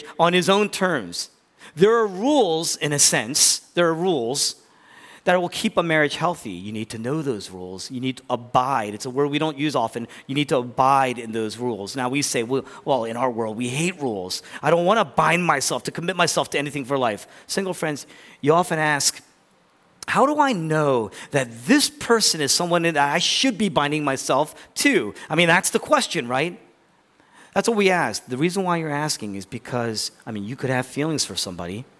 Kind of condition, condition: setting, large echoing room